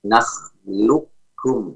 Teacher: Jadi lisan kita tidak ditempelkan ke makhraj qaf terlebih dahulu namun langsung ditempelkan ke makhraj kafnya. Wal intiqal mubasharah min al-lamil madmumah ilal kaf. · Term: idgham kamil